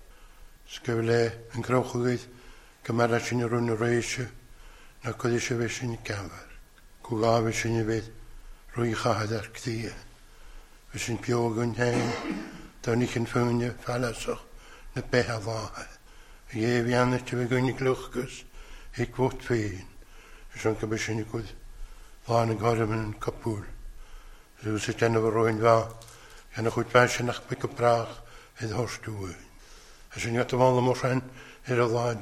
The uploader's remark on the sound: Recorded at North Harris Free Church on the evening of Sunday 17th April 2022.